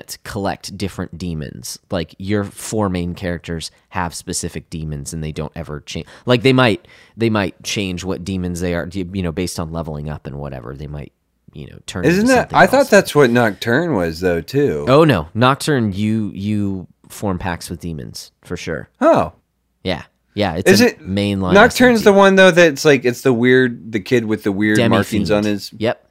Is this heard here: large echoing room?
no